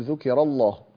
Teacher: وكذلك ننتبه إلى ترقيق الراء في ذكيرا، وربما يكون أصعب من غيره، لأن اللام لام اللفظ الجلالة مفخمة، فيقول ذكيرا الله، فتكون فيها صعوبة أنت تأتي من الترقيق إلى التفخيم. عند حفص سهلة، تقول ذكر الله مرة واحدة كله مفخم، لكن عند ورش العملية، عملية الترقيق ثم التفخيم، تحتاج إلى شيء من التعمل، أي التعمد، فتقول ذكر ذكر الله.